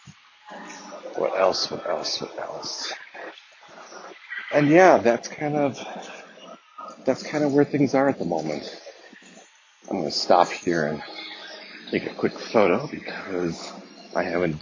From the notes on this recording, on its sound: Track and field training in the background provides some interesting sound effects.